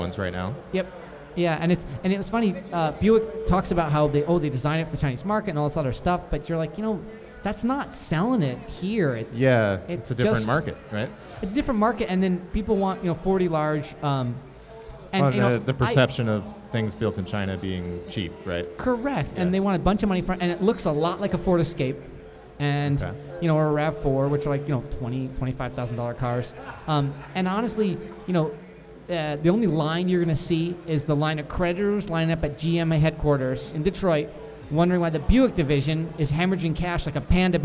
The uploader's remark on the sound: Live at Absolution Brewery.